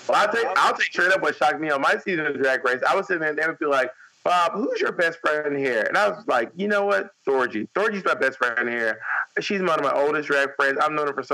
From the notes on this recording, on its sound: The One With the Sound Problems.